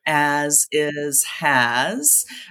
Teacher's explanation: they have that S on the end, but the S doesn't make the S sound, but the Z sound